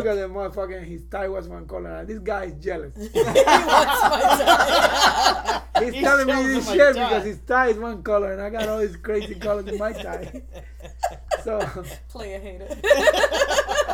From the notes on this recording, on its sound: Excuse the sound quality.